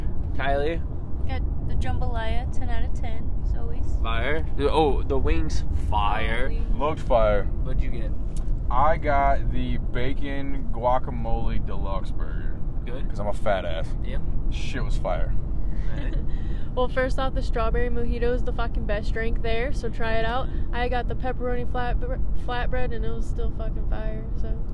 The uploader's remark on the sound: While she tattoos. Records at home how it went also a quick 8mins in the car.